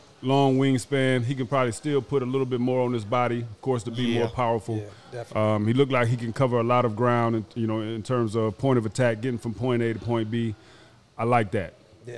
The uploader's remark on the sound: LIVE from Bar Code Burgers in Las Vegas